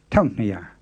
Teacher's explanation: The other point to notice is that the first syllable in tataung is so short that it sometimes gets left off altogether